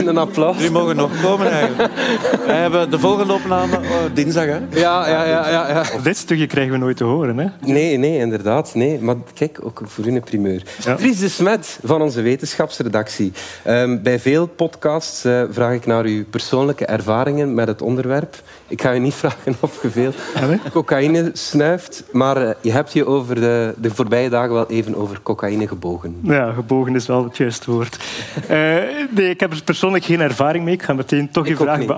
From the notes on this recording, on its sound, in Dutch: Op ons podcastfestival in Oostende vertelden we in een sessie hoe we DS Vandaag maken. Na de 'theoretische uitleg' deden we ook een echte opname.